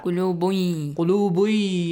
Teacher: So one of the rules says that you have to merge these two sounds, join the sounds. قلوبٌ، join the sound of un تنوين with ya.